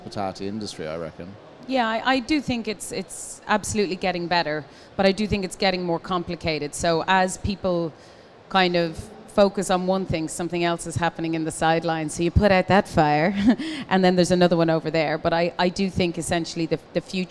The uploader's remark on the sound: Live from Commercial Kitchen. Was recorded live.